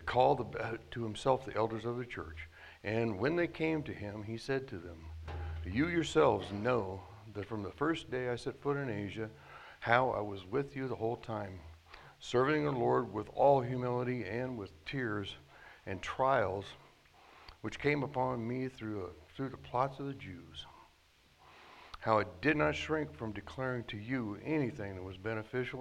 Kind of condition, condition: setting, large echoing room